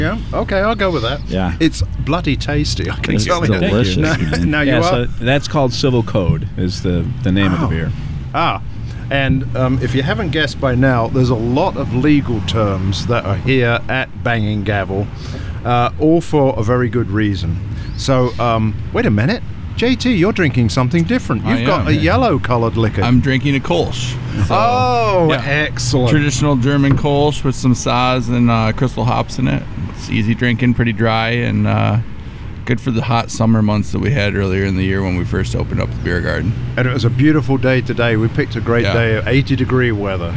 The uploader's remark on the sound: Pubcast from The Brit and Yankee. It was beautiful Fall weather when we headed down to Tinley Park to record our latest episode outside in a beer garden. We're at Banging Gavel Brews.